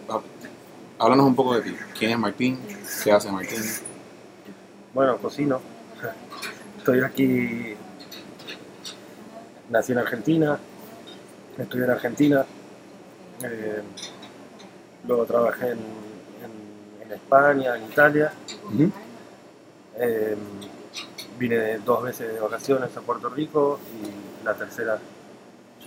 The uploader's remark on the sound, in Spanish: entrevista que hiciéramos en vivo en Nonna